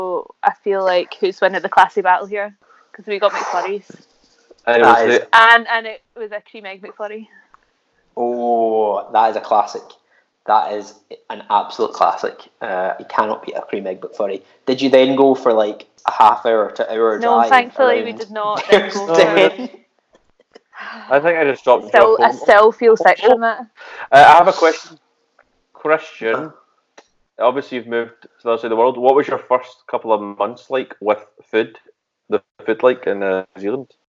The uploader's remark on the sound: Forgive us the audio quality as we attempt to record over the seas for the first time.